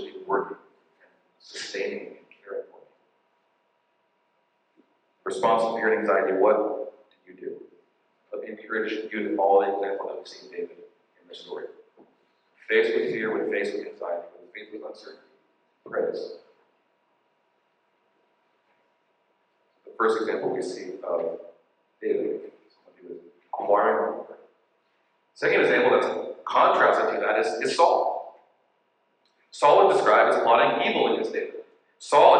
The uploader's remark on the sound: We apologize for the less than standard audio quality as we had to use our backup recording because of technical difficulties.